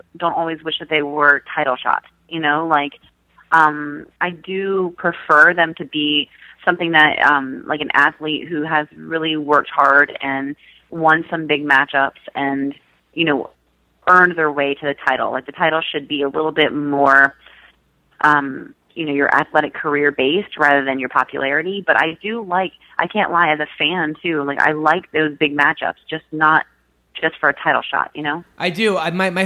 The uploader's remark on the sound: call